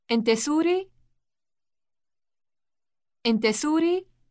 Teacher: the difference between a statement and a question is rising intonation.